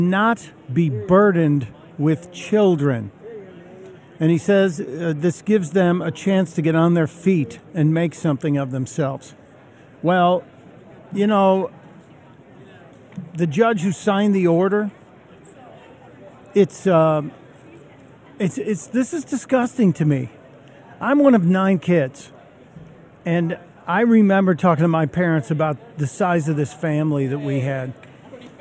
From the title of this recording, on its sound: Live from Freedom Fest in Vegas